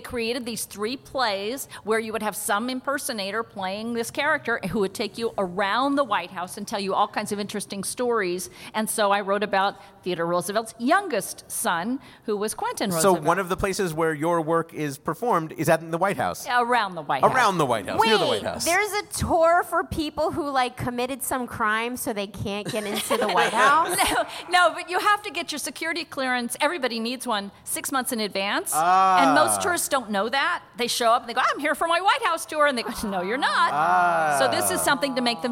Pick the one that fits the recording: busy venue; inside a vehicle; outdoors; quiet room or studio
busy venue